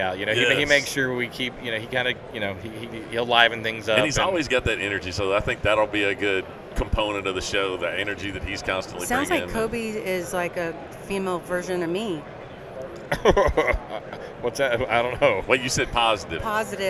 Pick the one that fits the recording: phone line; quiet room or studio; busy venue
busy venue